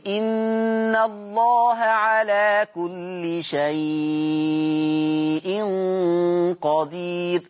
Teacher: ورش ليه في مد اللين المهموز يمد أربع حركات بنسميهم التوسط، يا إما بمقدار الإشباع ست حركات زي إن الله على كل شيء قدير، أدى أربعة.